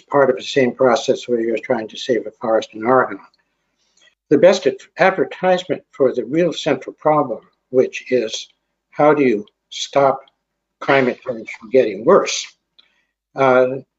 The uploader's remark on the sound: Webinar.